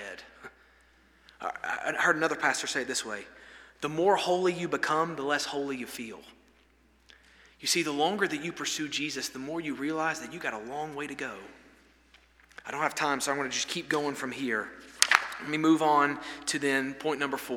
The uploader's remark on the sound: This sermon was delivered on November 15, 2023 at First Baptist Church Hendersonville, NC during the Wednesday night Bible study hour.